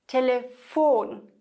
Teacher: da ist das Interessante im Deutschen, betonen wir Phon